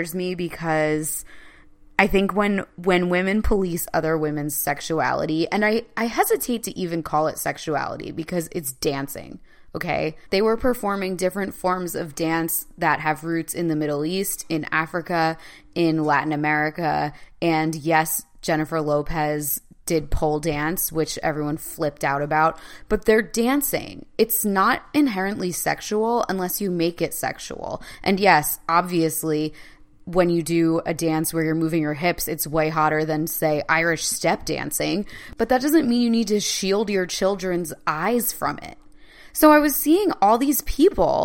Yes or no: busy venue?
no